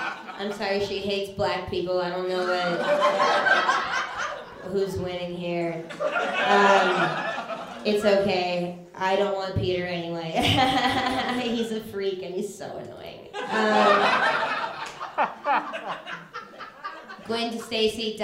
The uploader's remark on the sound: An episode from their live show Nerd Roast. This month's show comedians dressed up as characters from Spider-Man and roasted each other.